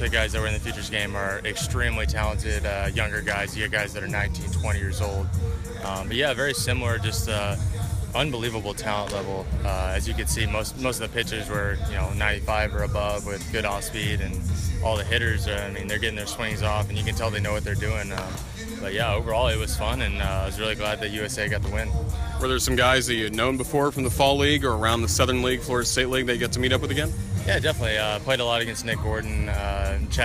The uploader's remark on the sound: This interview was recorded on July 11, 2017 at the Baseball Grounds of Jacksonville.